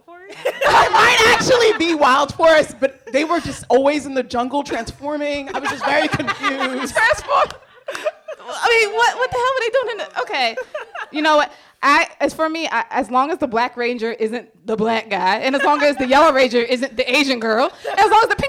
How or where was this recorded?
live audience